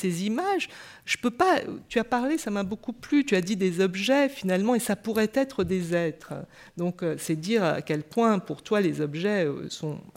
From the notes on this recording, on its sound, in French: Intervention enregistrée le 25 avril 2013 dans le cadre du colloque « Ce qu’expose veut dire.